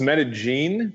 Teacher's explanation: in Colombia, the way they speak Spanish is they pronounce it the double L as a J.